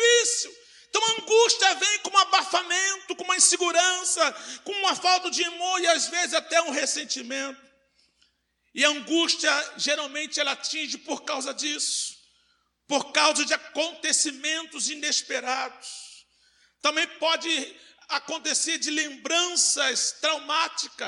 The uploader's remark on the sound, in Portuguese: CULTO AO VIVO